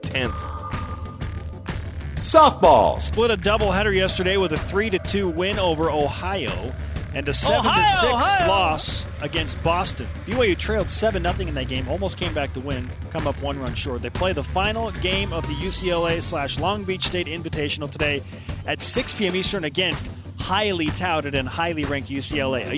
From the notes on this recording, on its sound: It's men's basketball game day in Las Vegas. Live from the Orleans Arena.